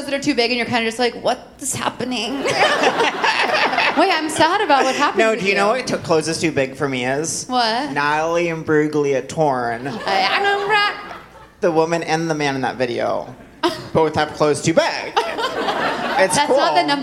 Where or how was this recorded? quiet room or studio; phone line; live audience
live audience